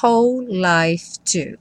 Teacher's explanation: whole life tem uma junção também aí dos dois L's, né? Então, você não fala whole life, como um L só.